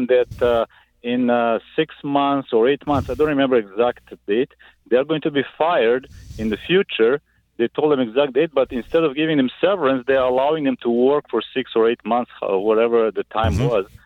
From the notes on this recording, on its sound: answering phone calls and emails